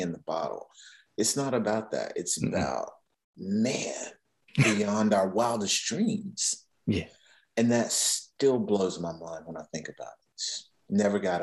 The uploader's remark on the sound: Recorded 10.12.2021 from Raleigh, NC & Atlanta, GA on Zoom